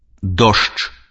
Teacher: На канцы слова спалучэнне ж дж аглушаецца і вымаўляецца як ш ч.